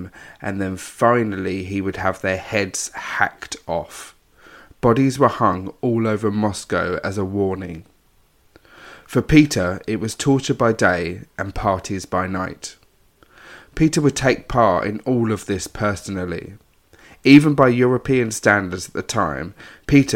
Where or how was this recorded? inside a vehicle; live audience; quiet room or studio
quiet room or studio